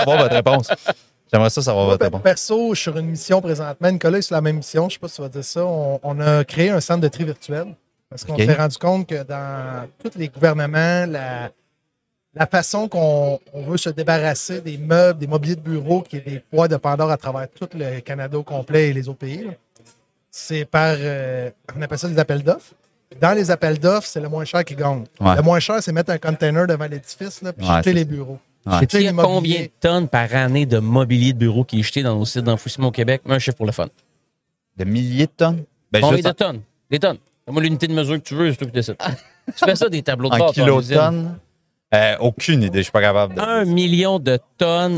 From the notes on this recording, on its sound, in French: En direct du Transal Saguenay